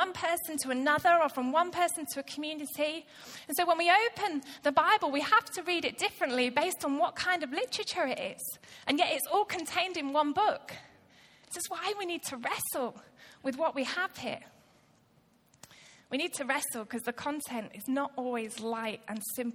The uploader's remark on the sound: Recorded live at Life Church Lancashire on 27th January 2019.